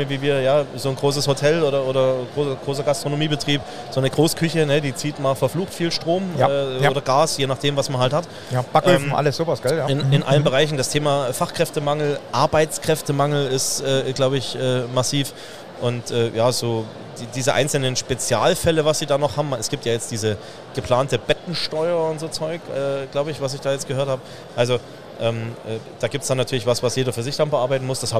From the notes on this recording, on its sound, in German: Dort hatte das Bayerische Metzgerhandwerk einen eigenen Stand. Der direkt am Messestand aufgenommen wurde.